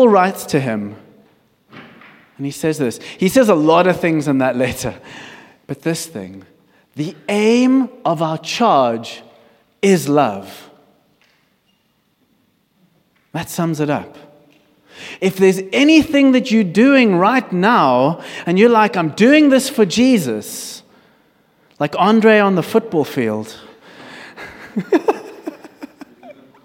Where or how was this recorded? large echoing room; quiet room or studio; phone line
large echoing room